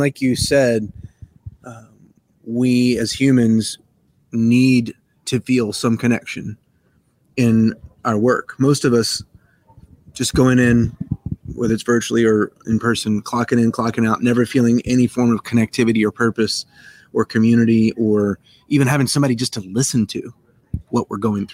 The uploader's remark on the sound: Coming to you LIVE from Orlando, FL! We've got a special episode of the show coming to you live from Vistio's booth (#805) at the ICMI Contact Center Expo!